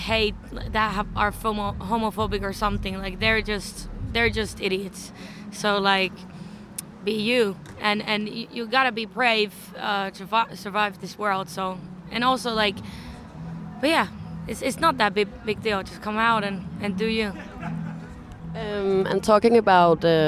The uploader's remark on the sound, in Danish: Podcast Special: Roskilde Festival 2019. Besøgte i år festivalpladsen.